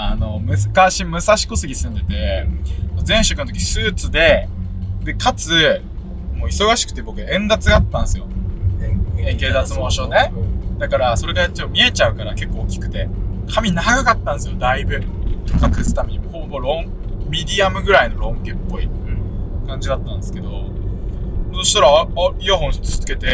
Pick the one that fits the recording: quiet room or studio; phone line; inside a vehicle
inside a vehicle